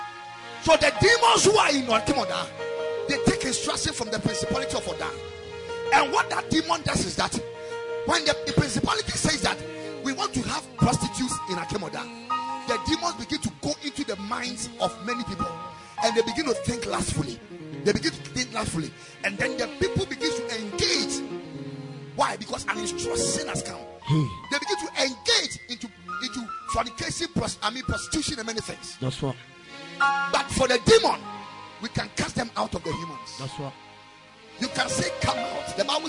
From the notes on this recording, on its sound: Preached at Ekklesia Chapel